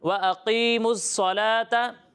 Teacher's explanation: یہاں قاف بھی حروف مستعلیہ میں سے ہے اور صاد بھی حروف مستعلیہ میں سے، ٹھیک ہے، دونوں کو پر پڑھیں گے